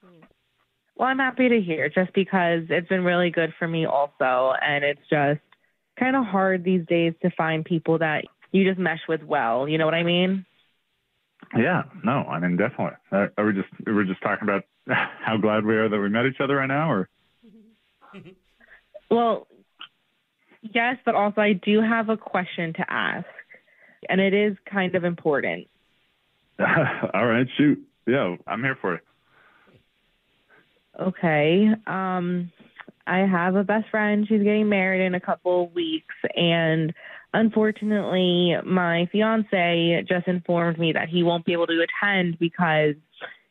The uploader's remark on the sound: Awkward Tuesday Phone Call